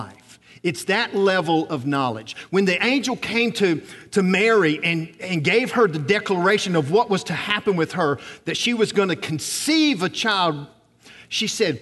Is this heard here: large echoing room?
yes